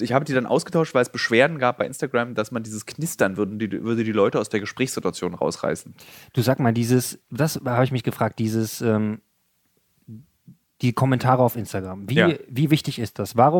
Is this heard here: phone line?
no